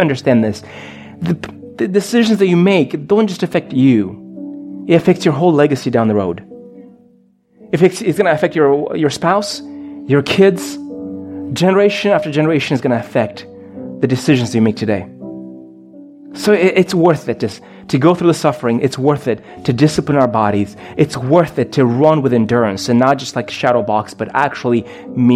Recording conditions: large echoing room